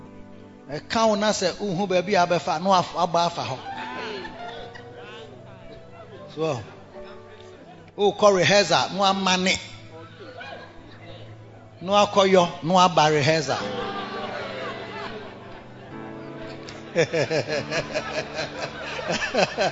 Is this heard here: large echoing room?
yes